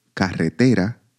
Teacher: In the word carretera, for example, the stressed, the strongest intensity with which we pronounce a syllable within a word, falls on the penultimate syllable, te · Term: stressed syllable